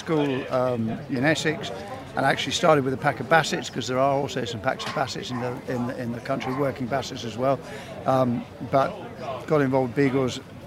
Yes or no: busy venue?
yes